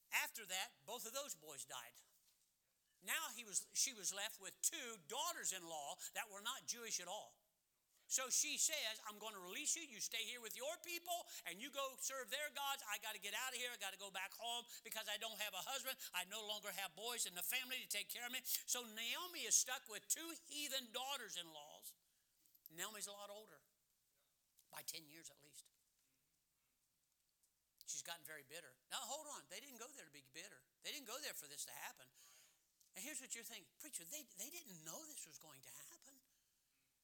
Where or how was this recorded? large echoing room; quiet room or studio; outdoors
large echoing room